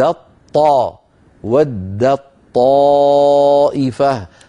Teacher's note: التاء والطاء حرفان متجانسان يعني من مخرج واحد، فأدغمت التاء في الطاء، ويكون الإدغام بتحويل التاء إلى طاء ثم إدغام الطاء في الطاء، فيصير النطق بطاء مشددة لا يبقى للتاء أثر، هكذا ود الطاء ود الطائفة.